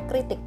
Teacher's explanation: K dan R-nya itu bersatu dalam suku kata yang sama · Term: gugus konsonan